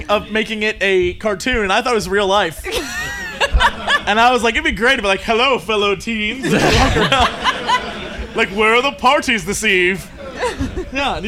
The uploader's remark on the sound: The podcast was broadcast live at Dragoncon in Atlanta, Georgia.